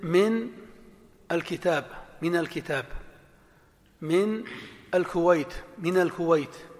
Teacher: من بعدها ال يتخلص من ساكنها الأول بالفتح